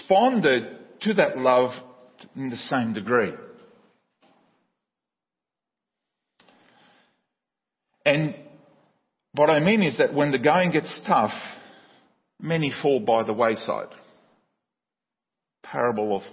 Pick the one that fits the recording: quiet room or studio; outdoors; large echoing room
large echoing room